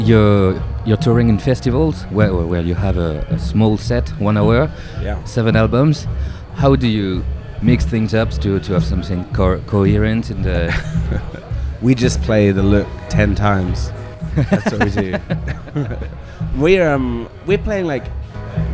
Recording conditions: busy venue